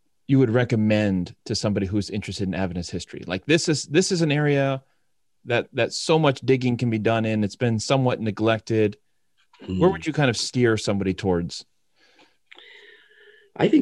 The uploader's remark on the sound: This interview was conducted over Zoom, and so the audio (and video) quality is...